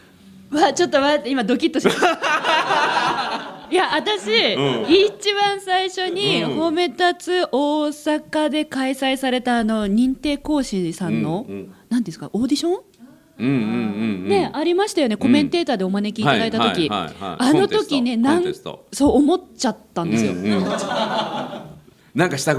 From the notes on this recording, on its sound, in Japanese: 番組初の公開収録でお集りいただいた皆さんとの。